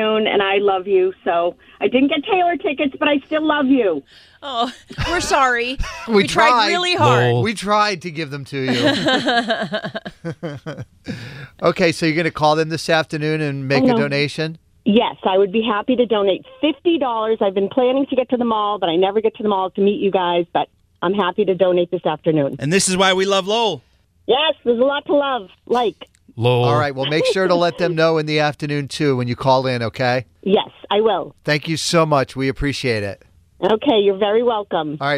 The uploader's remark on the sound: Listeners called in and pledged to help the afternoon show reach their goal of getting 250 toys donated on the air today!